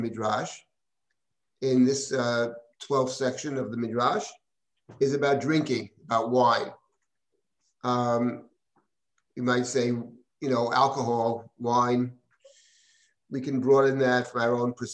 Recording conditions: video call